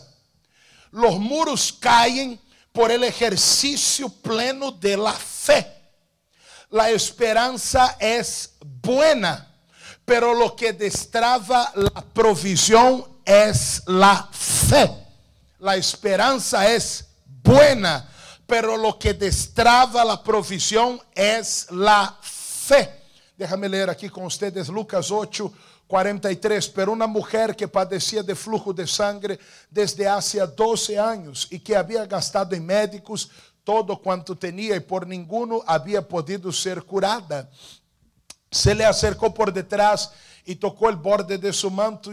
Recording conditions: large echoing room